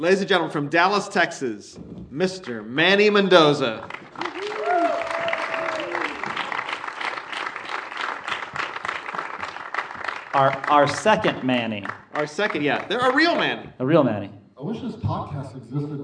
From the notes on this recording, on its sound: This podcast recorded in front of a live studio audience. We came to a movie theater in "the ELC," (the Cerrito Speakeasy -- thanks guys!).